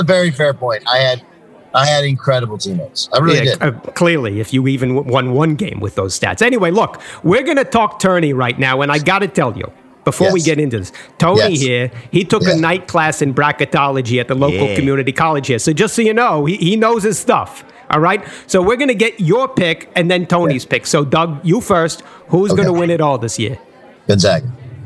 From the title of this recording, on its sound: LIVE from Bally's in Atlantic City!